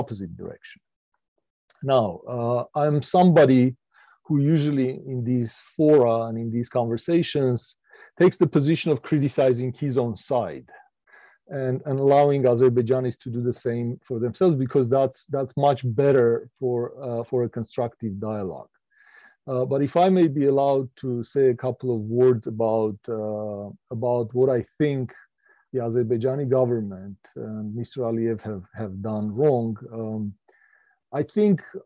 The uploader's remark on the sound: This panel was part of the virtual 2021 REECAS Northwest Conference.